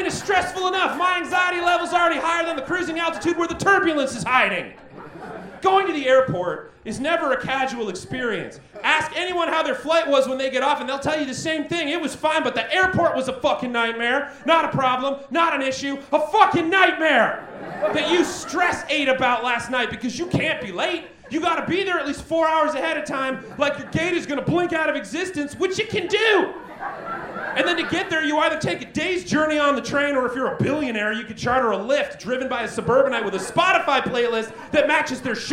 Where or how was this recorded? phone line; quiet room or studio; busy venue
busy venue